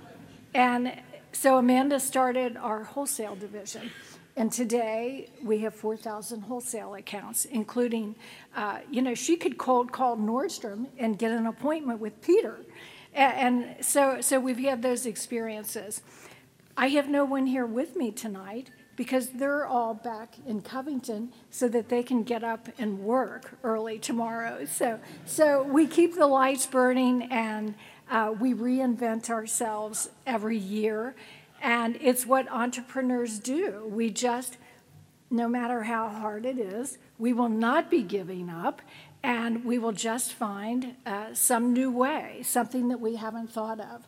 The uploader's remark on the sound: speech from the 2023 Kentucky Entrepreneur Hall of Fame ceremony in Lexington, KY on November 2, 2023.